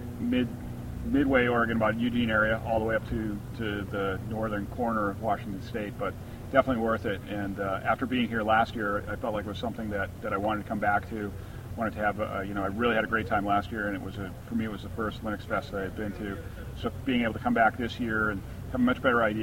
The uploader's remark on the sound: All week we are airing the interviews that were recorded at the Linux Fest Northwest. At a picnic table outdoors.